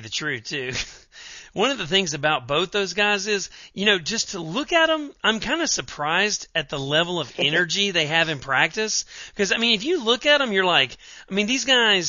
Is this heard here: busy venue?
no